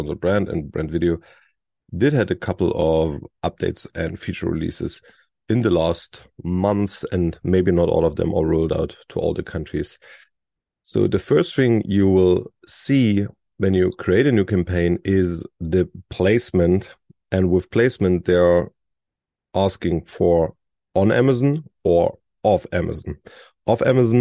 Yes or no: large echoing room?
no